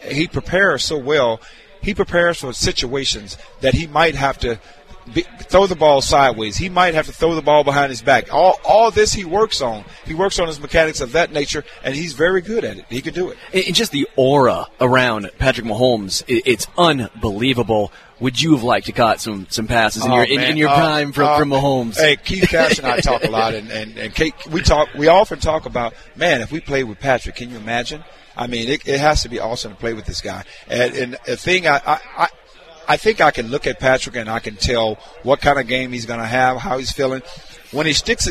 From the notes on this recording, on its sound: LIVE from Hollywood Casino!